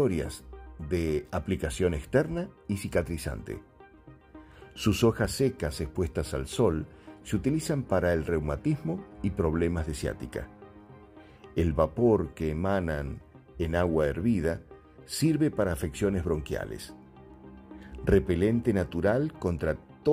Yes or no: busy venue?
no